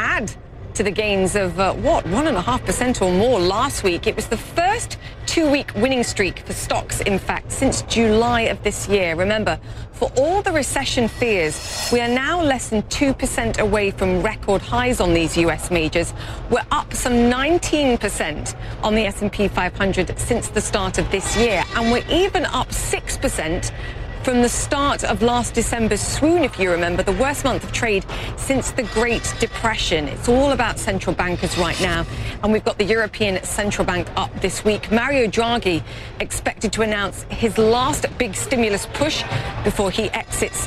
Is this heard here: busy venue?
yes